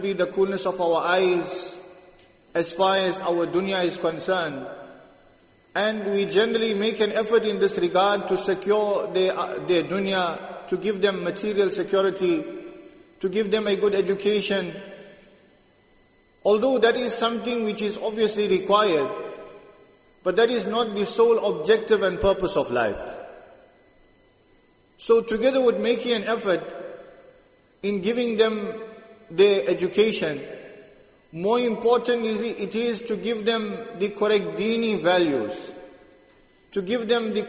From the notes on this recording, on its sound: Jumuah lecture at Masjid ut Taqwa 13 Jan 2023